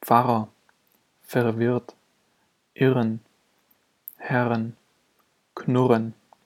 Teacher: Auch Doppel-R unterscheidet sich in der Aussprache nicht vom einfachen konsonantischen R.